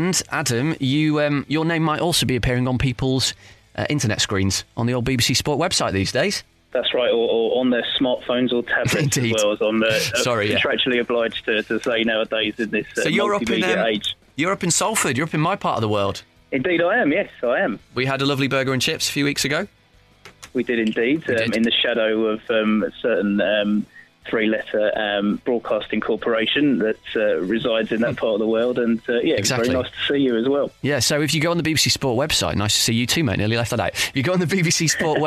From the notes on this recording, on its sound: There's also a special guest on the phone.